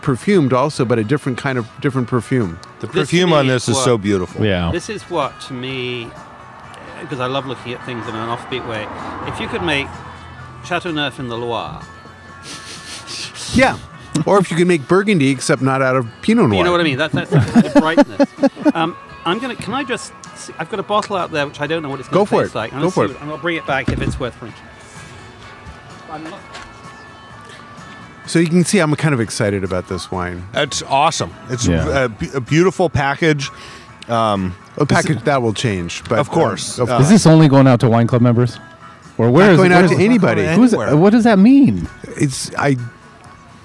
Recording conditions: busy venue